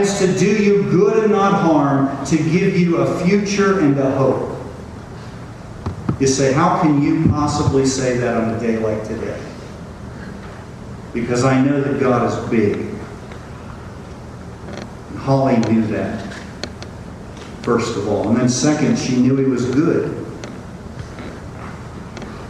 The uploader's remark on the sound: The audio is not great quality.